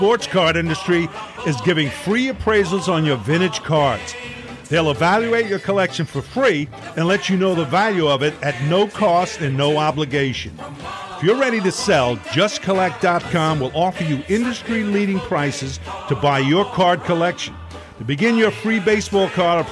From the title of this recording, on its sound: Broadcasting from the National